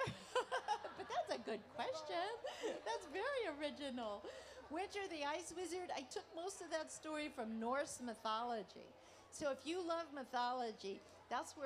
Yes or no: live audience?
yes